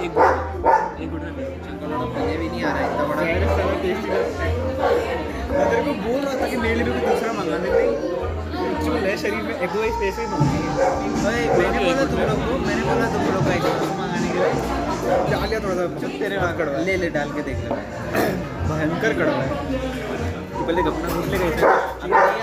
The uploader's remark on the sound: we recorded our audio into a coffee shop